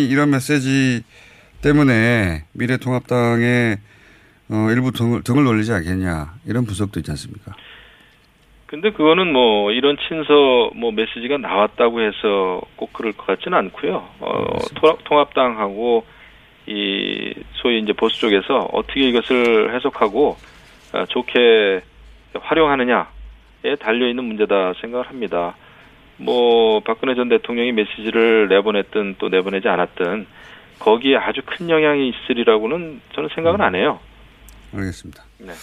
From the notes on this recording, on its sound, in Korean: 전화연결